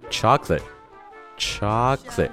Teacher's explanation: 其实他们会把第二个音节的元音直接给省略掉